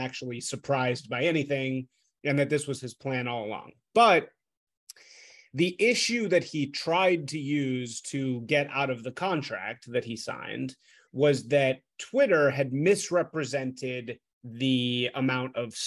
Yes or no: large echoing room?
no